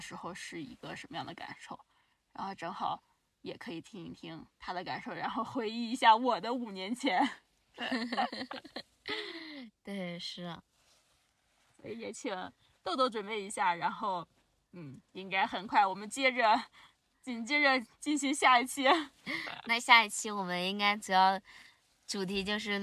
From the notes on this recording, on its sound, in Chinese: 这期节目录制于”大西洋最后一滴眼泪“赛里木湖的湖边停车场的车内。我们在夜晚的星空下畅谈。